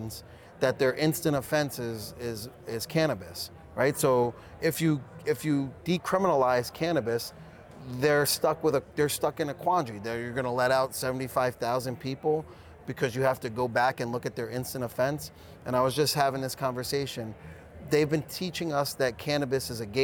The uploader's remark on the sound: Live from New West Summit